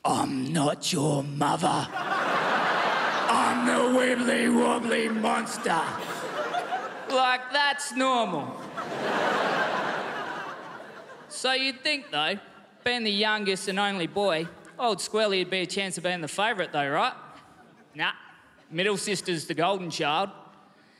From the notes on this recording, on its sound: Recorded at the Melbourne International Comedy Festival for SBS 2.